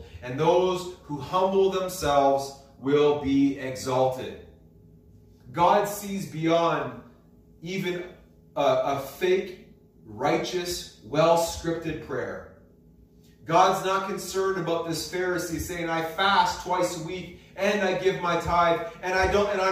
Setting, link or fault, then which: setting, large echoing room